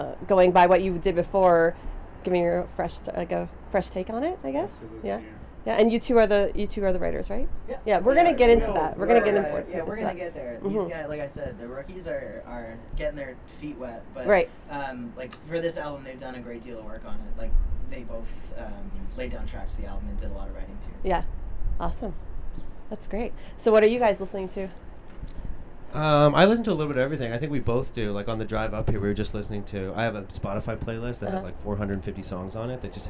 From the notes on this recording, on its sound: In the beautiful city of Owen Sound. The sun is beaming on the rooftop of the Heartwood Concert Hall, where the band has just finished up a sound check and is eager to share their latest tunes.